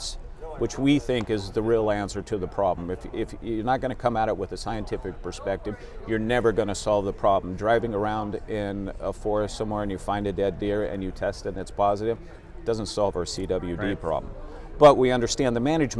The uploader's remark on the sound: live at The 40th Annual NADEFA Conference